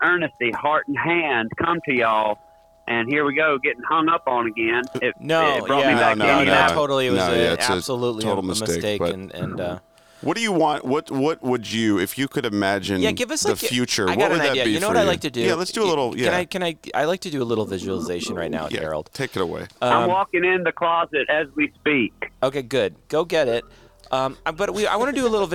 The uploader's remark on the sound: Phone lines open.